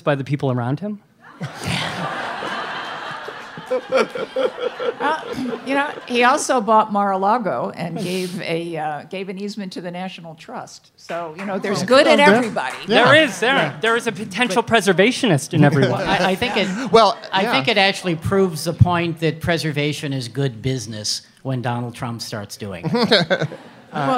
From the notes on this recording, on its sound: This show was recorded live at the Bell House in Gowanus, Brooklyn, as part of the Brooklyn Podcast Festival